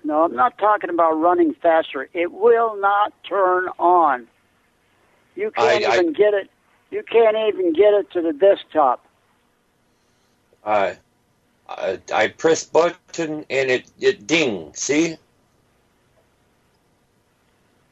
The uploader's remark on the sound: …'s Personal Prank Phone Calls Collection.